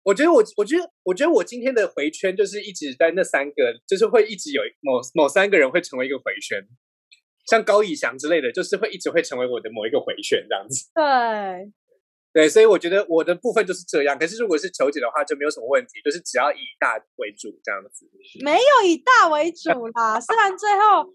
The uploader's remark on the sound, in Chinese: 本集採遠距錄音，因網路問題，時有斷訊、音訊不良或是雜音狀況產生。